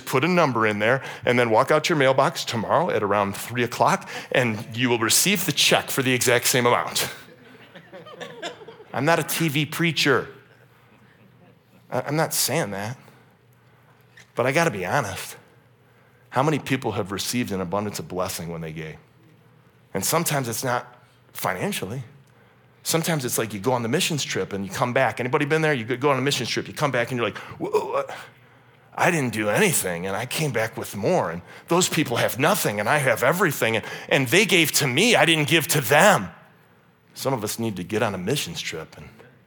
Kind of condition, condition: setting, large echoing room